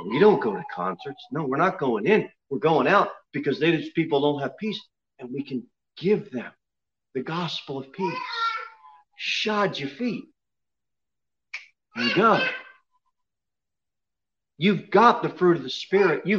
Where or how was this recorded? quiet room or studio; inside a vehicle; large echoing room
large echoing room